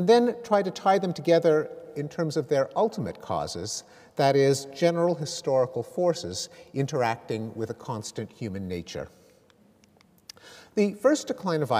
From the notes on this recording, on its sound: Recorded on Wednesday 29 May 2013 at McEwan Hall, the University of Edinburgh.